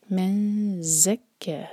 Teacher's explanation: زا buzzing sound کے ساتھ، آگے کہ، ہا دو حرکہ، لمبا چھوٹا نہ ہو، دو حرکہ ہو گئے، مد طبعی ہے دونوں.